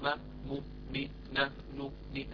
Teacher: هذه الغنة وإن كانت قصيرة ليست مستطالة فيعني لها وجود وهي غنة أصلية